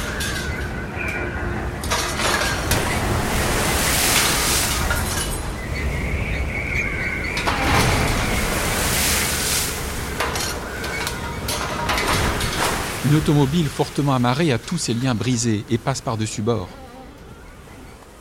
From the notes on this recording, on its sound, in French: Ce documentaire a été l'occasion idéale de mêler ce formidable récit à mes enregistrements des sons de la mer.